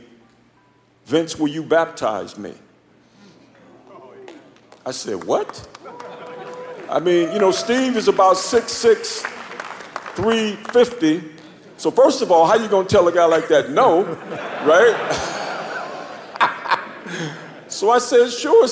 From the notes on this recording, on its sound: In this live message from the Kingdom Men's Gathering. Live from the KMG conference.